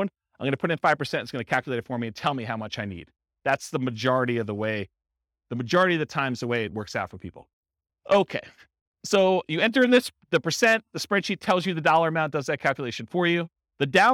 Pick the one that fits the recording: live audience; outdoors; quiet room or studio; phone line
live audience